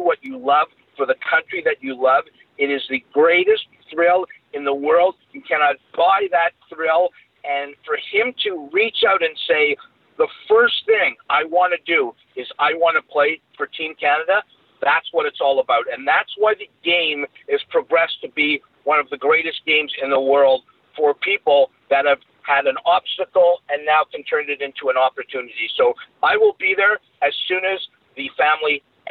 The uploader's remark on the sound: Racked up an expensive phone bill calling Finland and Toronto. Skype credit is a saviour for a podcast like us!